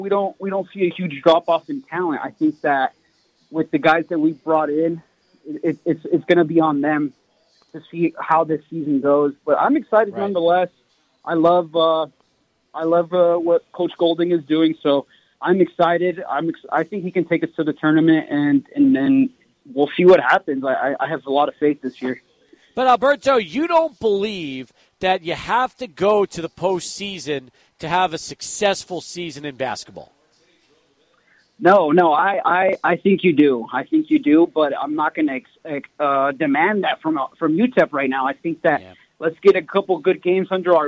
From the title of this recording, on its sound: Live at Border City Alehouse for Monday Night Football